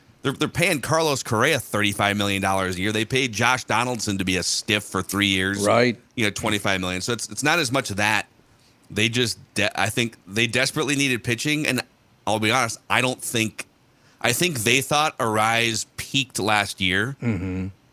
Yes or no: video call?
no